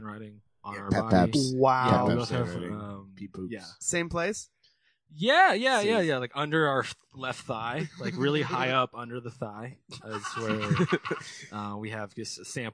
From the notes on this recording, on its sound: WARNING: weird audio on this one.